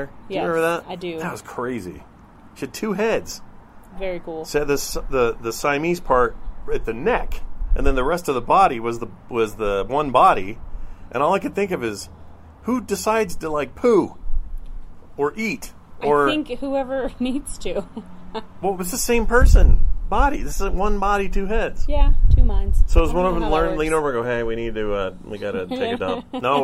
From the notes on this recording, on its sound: outside and the mic had a lot of wind and it annoyed me